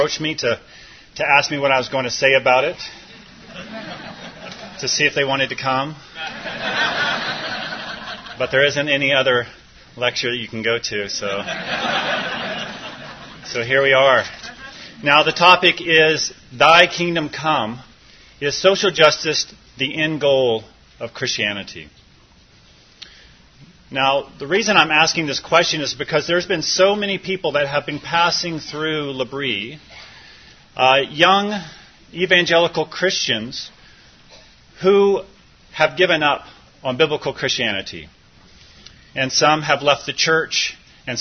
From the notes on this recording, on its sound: This was recorded at the annual L'Abri Conference in Rochester, MN, USA in Feb, 2020, hosted by Rochester L'Abri. NOTE: This recording includes the Q&A afterwards.